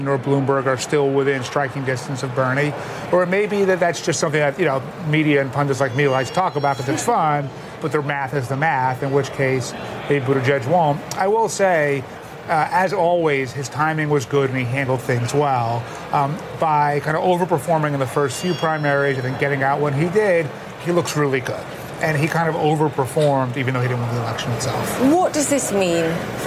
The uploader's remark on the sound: live from the New York Stock Exchange